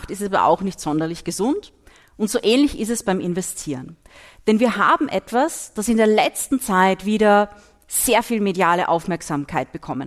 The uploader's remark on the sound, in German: zu Gast beim Podcast Festival der "Kleinen Zeitung" in Graz